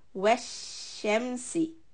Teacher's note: sheen has got this quality called tafashi, where the sound has to spread. So, we should hold on to wash.